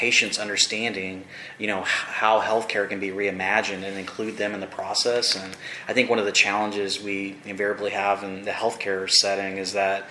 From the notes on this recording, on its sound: MISSION, Texas - Those attending a recent conference in the Rio Grande Valley. An exclusive interview at the conclusion of the Accelerator 2023 RGV Health Equity Conference. The event, held at the Mission Event Center, was co-hosted by Western Governors University and AltaCair. Here is an audio recording of the interview.